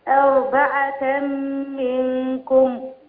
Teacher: نفخم راء بقى عشان راء قويه هنا